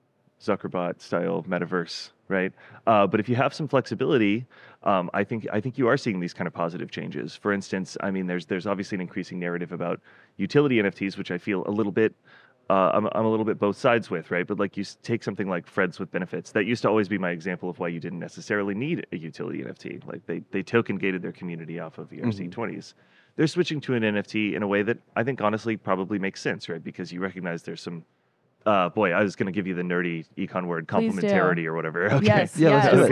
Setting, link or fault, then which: setting, busy venue